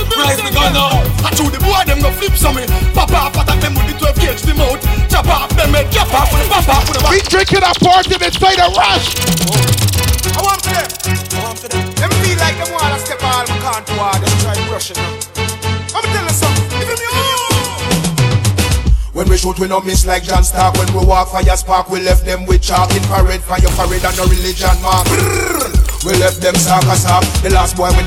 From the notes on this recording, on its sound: LIVE AUDIO FROM RUSH - BEACH PARTY 06.